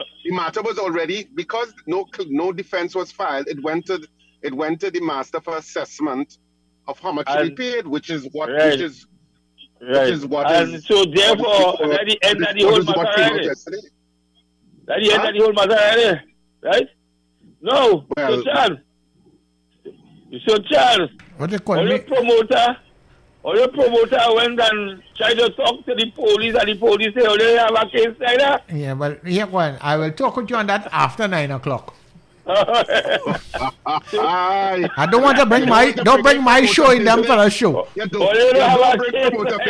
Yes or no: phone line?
yes